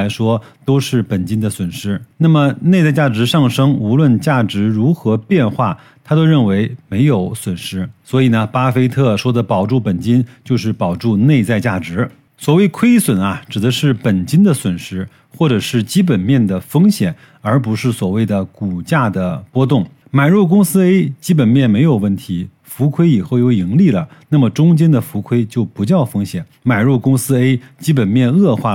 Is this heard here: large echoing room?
no